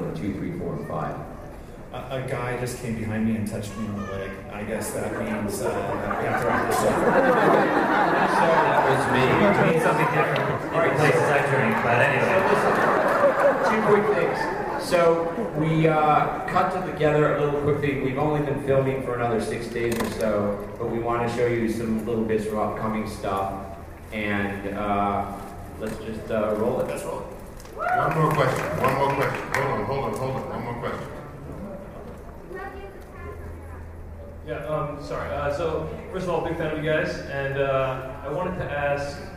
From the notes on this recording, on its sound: Comic-Con 2009: Flash Forward Panel. Here is that panel in audio form.